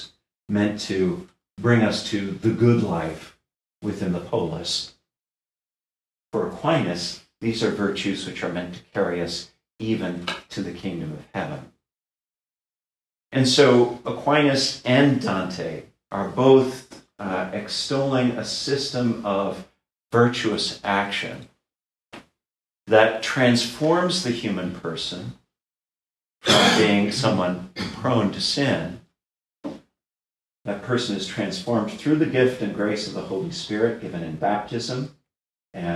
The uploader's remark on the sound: This lecture was given at Georgetown University on October 20, 2022.